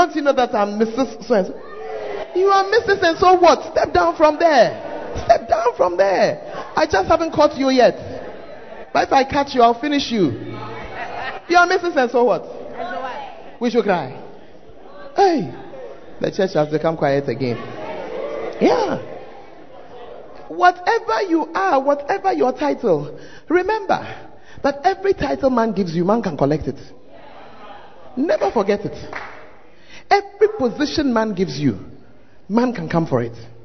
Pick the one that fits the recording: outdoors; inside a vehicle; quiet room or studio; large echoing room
large echoing room